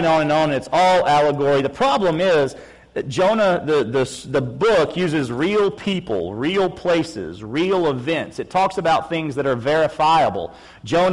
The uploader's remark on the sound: August 7, 2016 PM Service